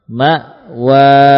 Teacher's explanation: Ada jeda antara bunyi hamzah sukun dengan huruf berharokat setelahnya.